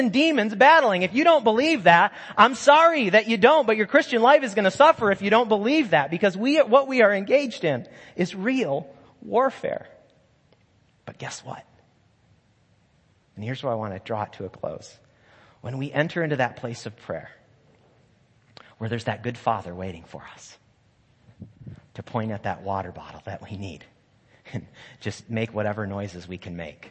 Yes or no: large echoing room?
yes